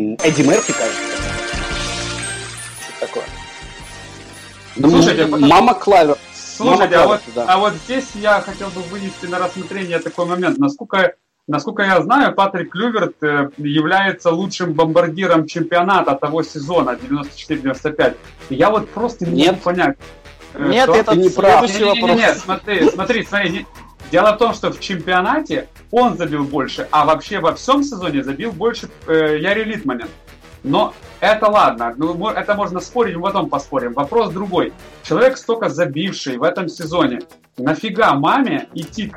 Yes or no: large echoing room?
no